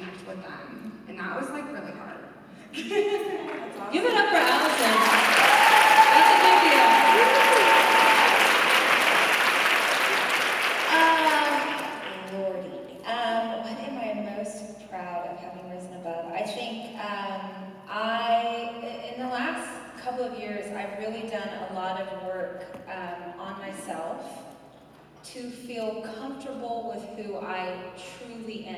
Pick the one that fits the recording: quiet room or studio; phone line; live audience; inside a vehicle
live audience